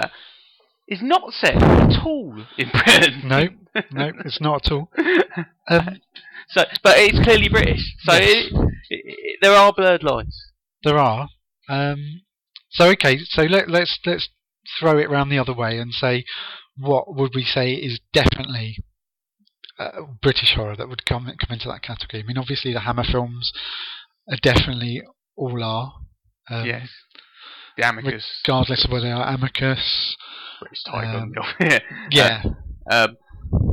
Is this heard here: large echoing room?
no